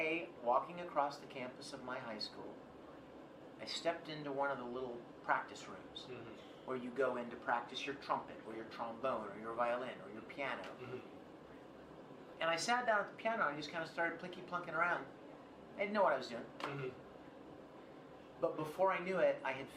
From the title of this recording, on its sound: EXCLUSIVE Interview at HAWAII CON 2019